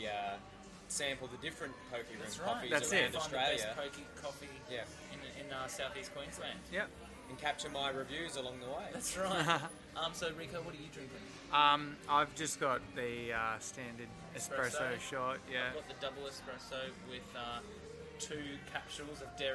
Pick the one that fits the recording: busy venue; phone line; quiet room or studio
busy venue